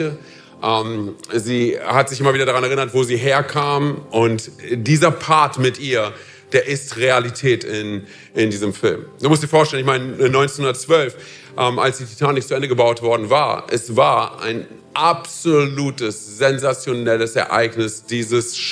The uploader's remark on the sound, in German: aus unserem Vision Sunday Gottesdienst